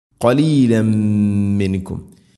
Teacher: തവല്ലൈതും ഇല്ല ഖലീലമി, തൻവീനു ശേഷം മീമ്, തൻവീനിനെ മീമിലേക്ക് ചേർത്തുകൊണ്ട് മണിച്ച് ഉച്ചരിക്കണം. ഇത് ഗംബിഗുന ഖലീലം മിൻകും, ഇനി മിങ്കും ഇവിടെയും മണിക്കണം, ഇഖ്ഫാവും ബിഗുന്ന അവ്യക്തമാക്കി മണിക്കണം.